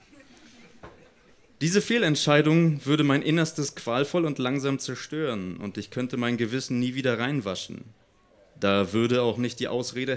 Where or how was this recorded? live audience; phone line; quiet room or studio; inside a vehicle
live audience